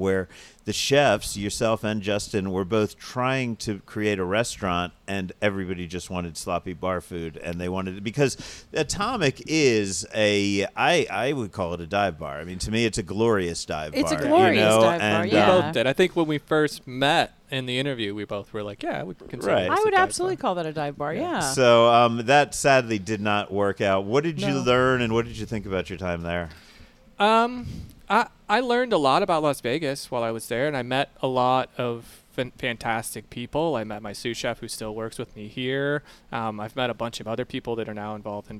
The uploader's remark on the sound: Live (on tape (well, on digits)) from Ada's Food and Wine